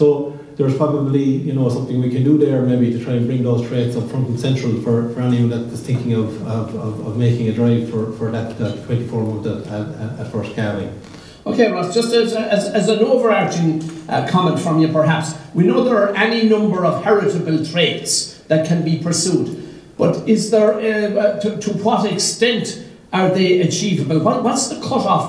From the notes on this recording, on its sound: A recording of the Teagasc National Beef Conference panel discussion. Which took place on the 13th December in the Shearwater hotel, Ballinasloe.